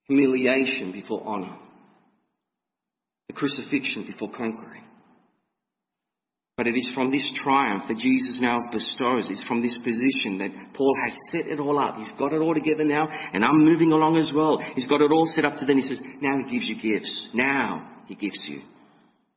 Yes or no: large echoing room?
yes